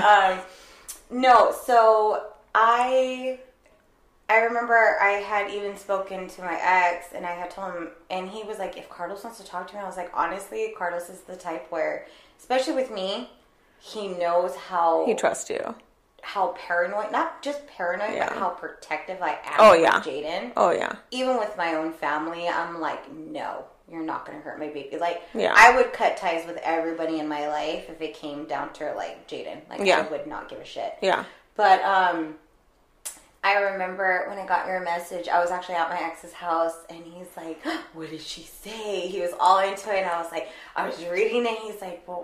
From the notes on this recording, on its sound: We know the audio is a little rough on this one, bear with us!